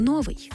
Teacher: вже давно наголос на першому складі вважається ненормативним, тому слід казати «новий». Наголос «випадок» неприродний для української мови.